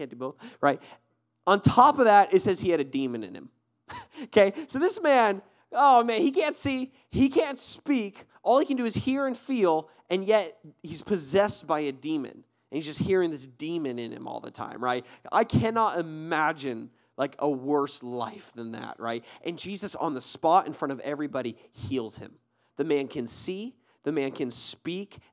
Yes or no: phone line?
no